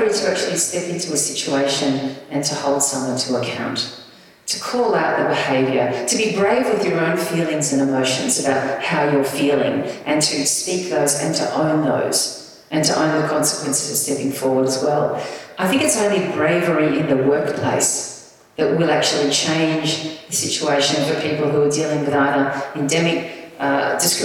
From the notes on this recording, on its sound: This is a live recording from our event.